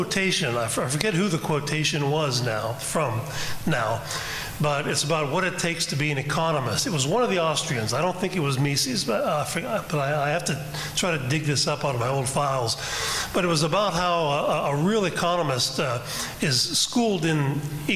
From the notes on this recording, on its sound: This Roundtable Discussion and Q&A session is from the 2015 meeting of the Property and Freedom Society